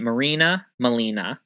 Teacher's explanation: because there is no R sound for the Nahuatl speaking people, they called her Malina